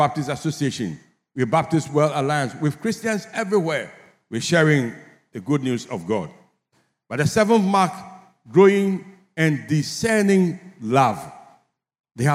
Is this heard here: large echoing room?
yes